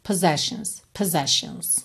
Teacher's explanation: E o O inicial é bem fraquinho